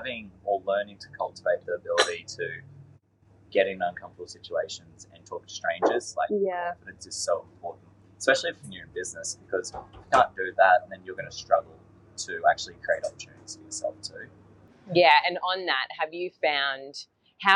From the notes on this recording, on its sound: This episode was recorded at Vandy's Cafe in Buderim. This episode was recorded at Vandy's Cafe in Buderim. Please note with our very first episode we have some (maybe inevitable) sound & tech issues that we have since resolved!